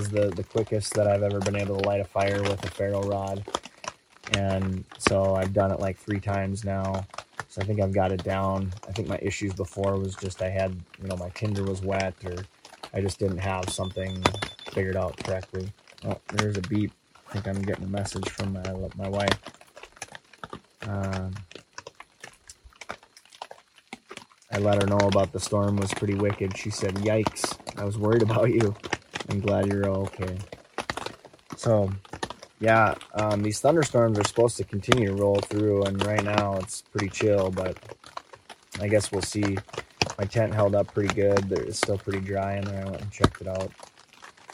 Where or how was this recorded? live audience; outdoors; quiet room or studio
outdoors